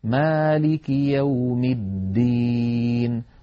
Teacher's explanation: بعض إخواننا ينطقون الدال في بعض الكلمات القرآنية قريبة من التاء